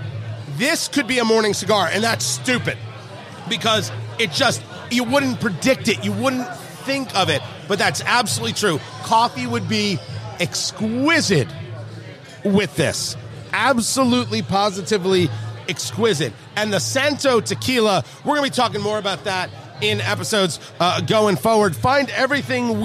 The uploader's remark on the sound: It all started at Blend Bar Cigar with a special VIP event. Recorded live at Blend Bar Cigar in Indianapolis, IN.